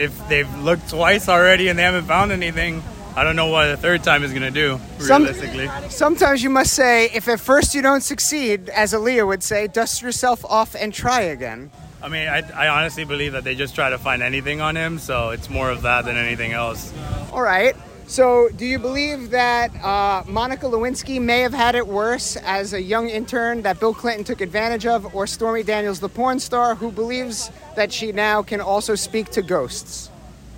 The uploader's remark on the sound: LIVE from The Palm Beach International Boat Show, March 24th 2023. Hear what your peers think as they stroll the boat show!